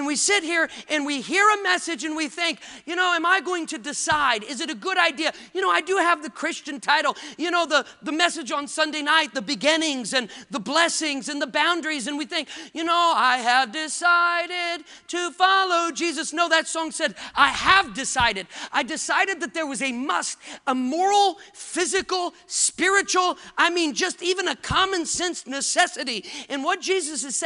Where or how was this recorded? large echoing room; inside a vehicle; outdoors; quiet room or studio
large echoing room